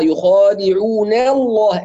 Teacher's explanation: يخاف أن هو يغلظ أو يفخم النون فيبالغ في ترقيقها فتصير قريبة إلى الإمالة، فنسمع يخادعون الله، ن الله بالضبط، يعني تقليل أو إمالة للفتح.